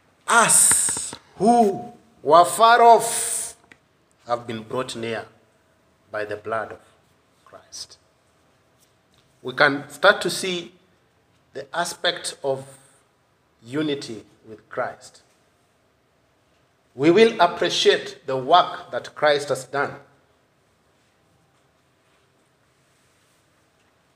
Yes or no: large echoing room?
yes